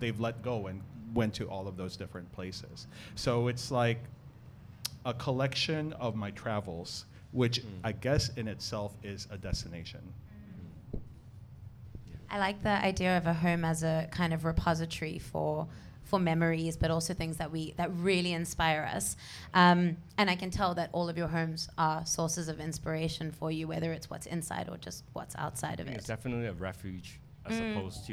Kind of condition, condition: setting, live audience